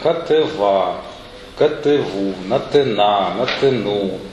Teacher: В нормальном случае у нас а и у ударные